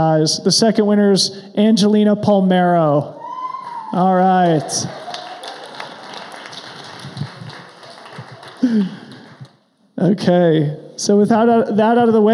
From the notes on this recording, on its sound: This is a live podcast we recorded at BOA headquarters in Denver, CO. It followed a screening of 26.2 to Life.